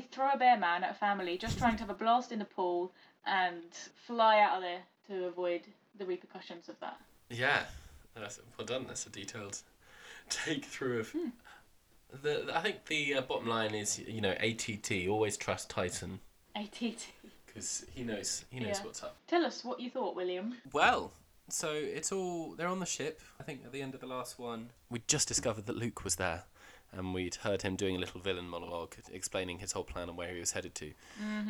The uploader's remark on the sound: Apologies once again for the sound issues, we had some problems with one of the microphones. This podcast seems a bit cursed when it comes to sound issues.